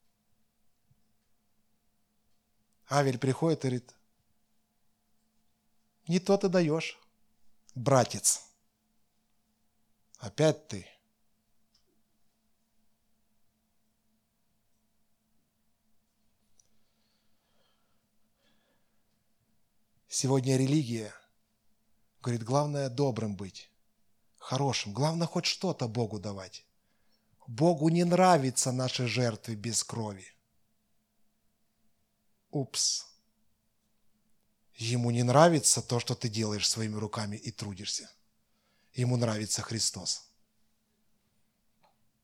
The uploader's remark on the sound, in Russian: Запись воскресного служения Церкви в Евпатории.